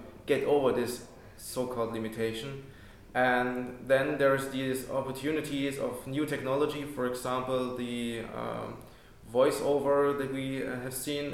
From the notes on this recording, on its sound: down at the AES Audio for Games conference in London 11-13th February 2014